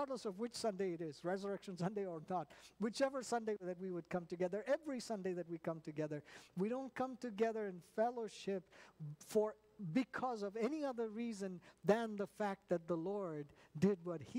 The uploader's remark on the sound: at New Life Fellowship Church, Concord, NC